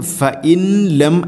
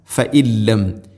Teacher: സാക്കിന നൂന് ശേഷം ലാം ഇദ്ഗാം ബിലാ ഗുന്ന മണിക്കാതെ കൂട്ടിലയിപ്പിക്കണം. · Shown in: second take · അപ്പോൾ ഓതുന്ന സമയത്ത് ഫഇൻ ലം ഫഇല്ലം, ഫഇൻലം, ഫഇൻലം അല്ല, ഫഇല്ലം.